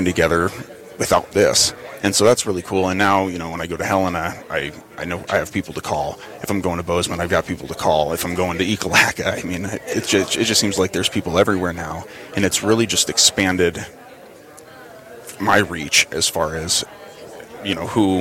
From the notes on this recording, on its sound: LIVE from the 139th Montana Stockgrowers Convention & Trade Show